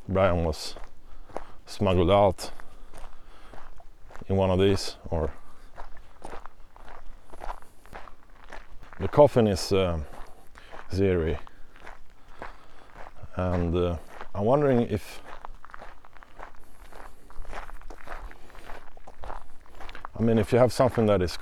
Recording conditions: outdoors